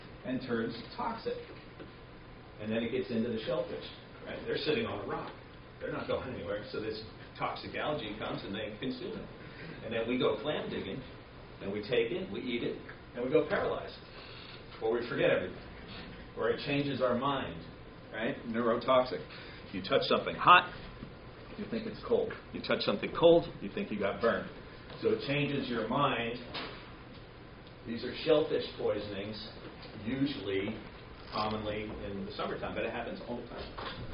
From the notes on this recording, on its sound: Live Food Safety Class Presentation. I recorded a portion of my live presentation to one of the classes.